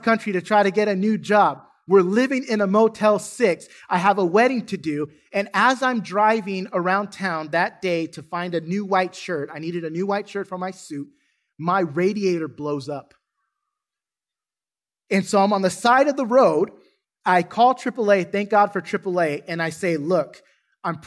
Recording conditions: large echoing room